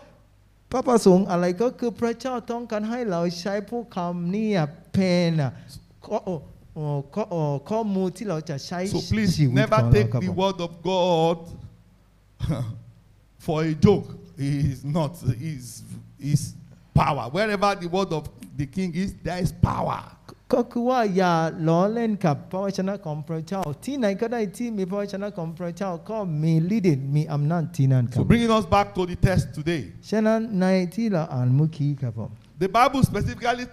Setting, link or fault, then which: setting, live audience